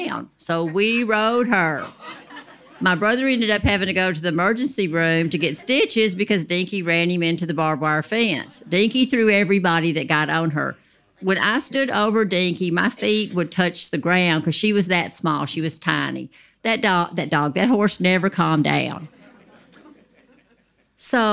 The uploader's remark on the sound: The second part of the Worth Repeating live storytelling event.